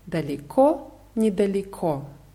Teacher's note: Die Betonung ist bei beiden Wörtern auf dem letzten O.